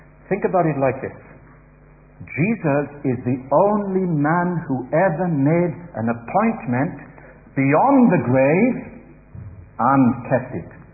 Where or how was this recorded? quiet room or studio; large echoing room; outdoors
large echoing room